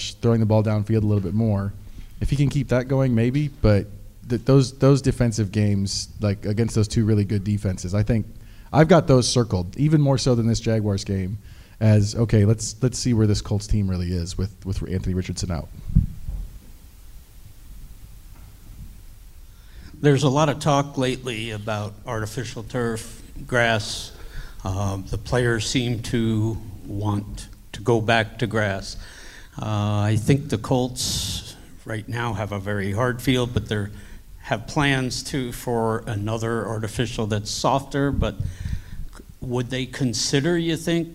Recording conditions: live audience